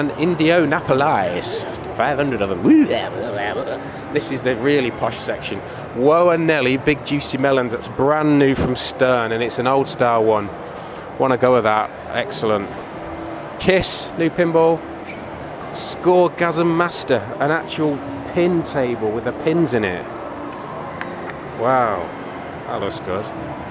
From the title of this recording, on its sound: Play Expo Audio Diary